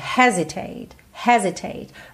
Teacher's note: a sílaba tônica dessa palavra é a primeira